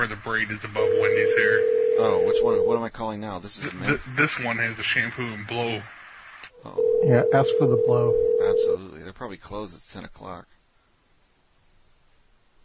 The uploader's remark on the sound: Prank Phone Calls